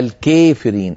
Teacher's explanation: الكافرين هذه إمالة كبرى لا يفعلها ورش